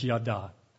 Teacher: with an emphasis on the final A